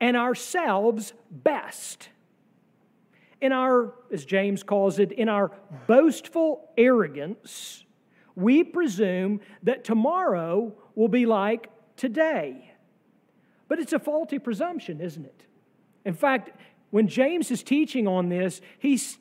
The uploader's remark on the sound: sermon from our worship service